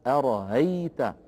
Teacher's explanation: وله وجه آخر في هذه الكلمة، وهو أن يسهل همزتها أرأيت بين الهمزة المحققة والألف لأن هذه الهمزة مفتوحة